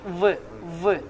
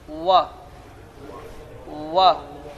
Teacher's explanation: Amma ərəb dilində olan vav hərfində heç bir diş rol oynamır, heç bir diş nə oynamır və burada dodaqlar gönçə şəklini alır. · Shown in: second take